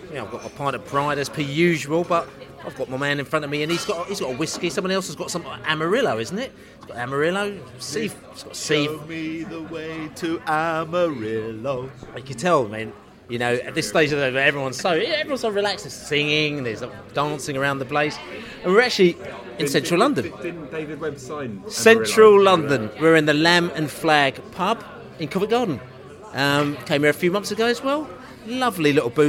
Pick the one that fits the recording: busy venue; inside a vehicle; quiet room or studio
busy venue